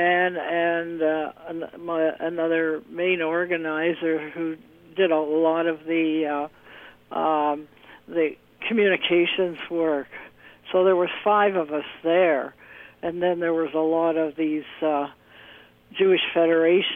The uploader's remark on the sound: I had with me on the phone